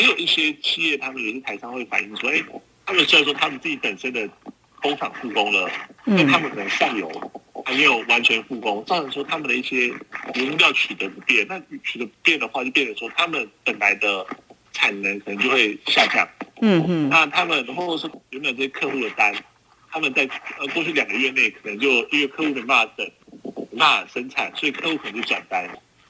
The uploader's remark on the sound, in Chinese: 連線訪問中央社駐上海記者